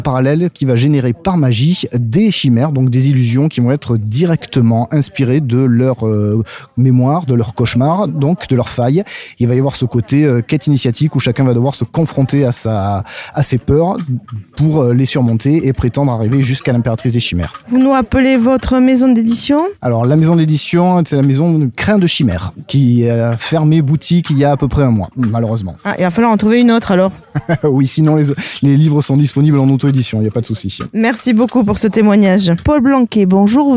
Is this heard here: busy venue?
yes